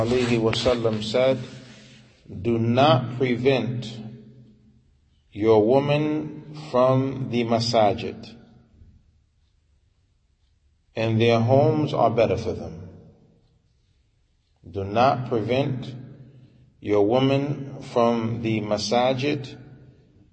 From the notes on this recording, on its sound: Lecture given at Masjid Nur Allah, Queens, NY